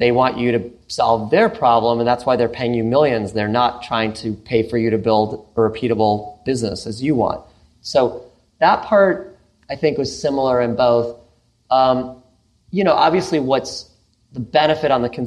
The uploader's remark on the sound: This encore episode is a recording of a special event. In San Francisco in front of a live audience of portfolio founders, friends of the firm, and LPs.